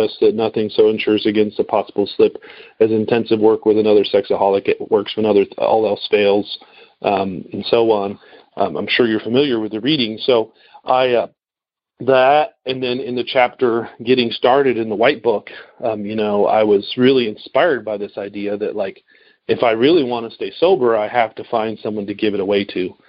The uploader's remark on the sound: Noon Phone Speaker Meeting